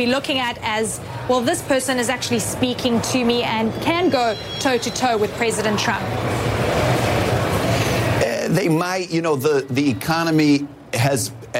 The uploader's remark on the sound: live from the New York Stock Exchange